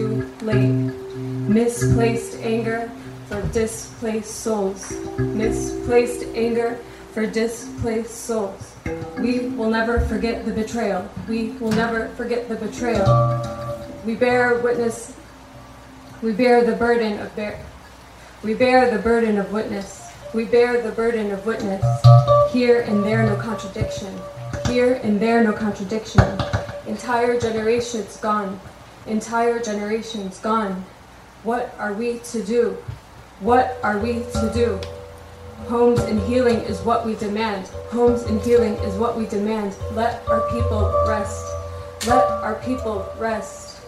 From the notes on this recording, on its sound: Recorded at Woodbine Nov 3, 2023. Recorded at Woodbine Nov 3, 2023.